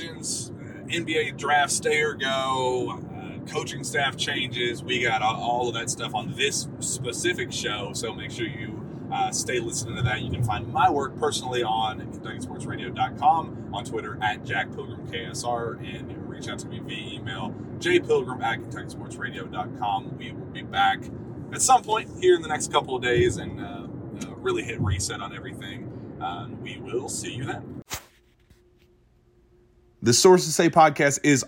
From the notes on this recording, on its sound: recorded on their way back from Greensboro, North Carolina